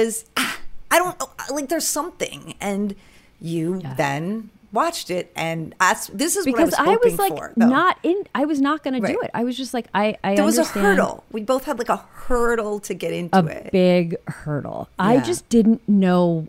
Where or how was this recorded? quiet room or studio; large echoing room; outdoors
quiet room or studio